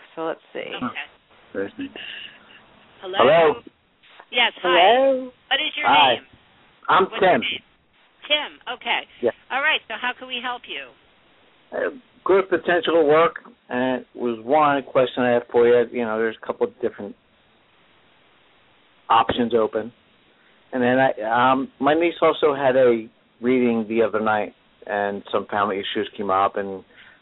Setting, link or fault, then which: link, phone line